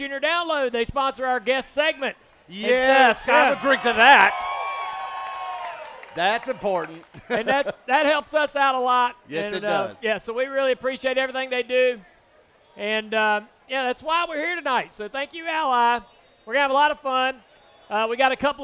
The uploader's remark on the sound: live from Ole Red on Broadway in Nashville.